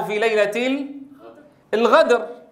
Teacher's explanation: هكذا يلفظ القافة غينا